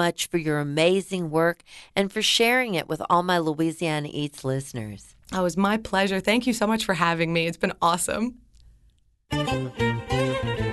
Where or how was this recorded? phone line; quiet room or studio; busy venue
quiet room or studio